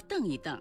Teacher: 二读去声澄，使液体里的杂质沉下去叫澄，如这水太浑，要澄一澄才能用。黄澄澄属于叠词结构，那么黄澄澄的澄是不是它的第三种读音呢？不是的，黄澄澄属于叠词结构，后两个叠字登登遵循汉语的语音习惯发生变调，读作音平登，因此整体注音是黄登登，而非原调的黄登登或是黄澄澄。